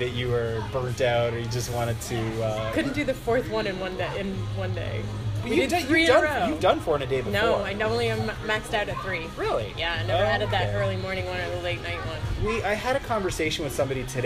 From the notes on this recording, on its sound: we turn the mic on again and give you more action on the scene from the 41st annual Toronto International Film Festival